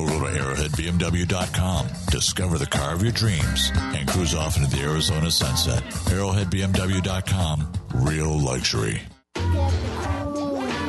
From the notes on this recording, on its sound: call in during the second quarter